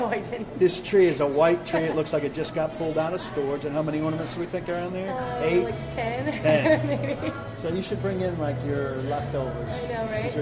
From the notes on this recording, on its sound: live from the DawgHouse Saloon in Nashville